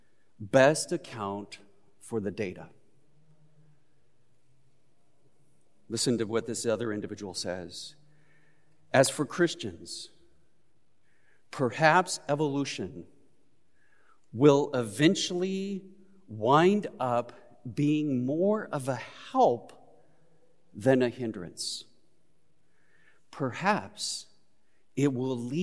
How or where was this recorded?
large echoing room